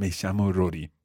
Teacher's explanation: because the double L sound in Argentina takes on a sh sound